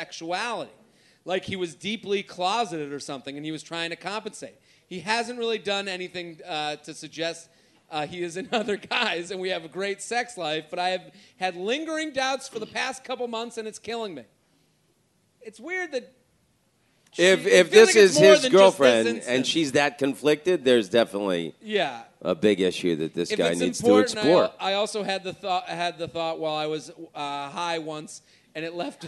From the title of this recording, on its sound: LIVE From Punch Line Philly